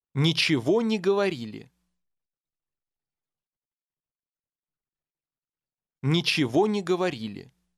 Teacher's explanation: Once again, the G in the first word will have a V sound.